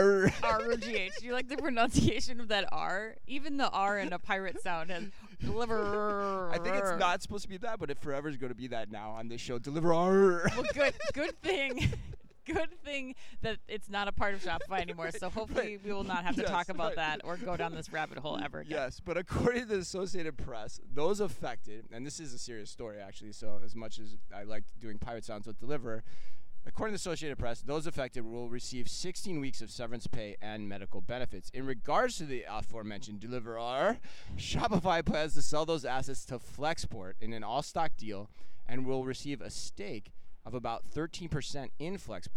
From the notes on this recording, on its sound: live from Shoptalk Europe in Barcelona